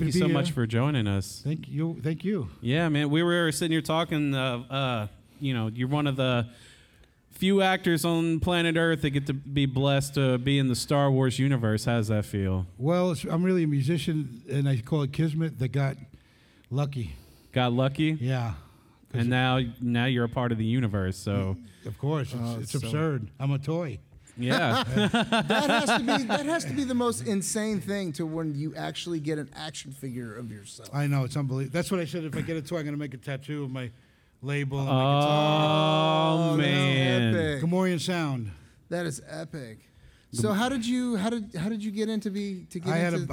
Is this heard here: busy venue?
yes